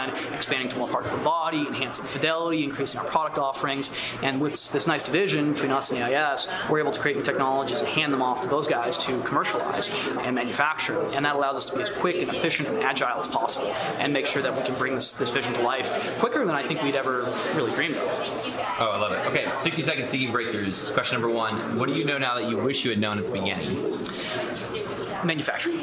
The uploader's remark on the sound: Live from CES 2020 in Las Vegas!